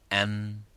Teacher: the Mim should be clearly pronounced as with Itbaq. With Itbaq means with the meeting of the lips together · Term: Izhar Shafawi